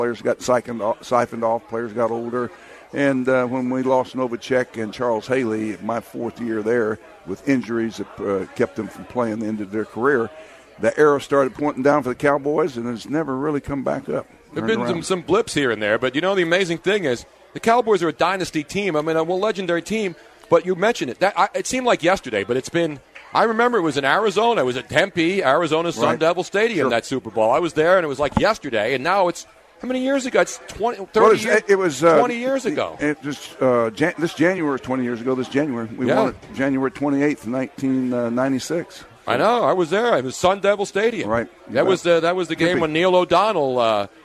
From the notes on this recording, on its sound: live from the #YahooSportsRadio Final Four Friday night party at Stately Gow Manor in Houston!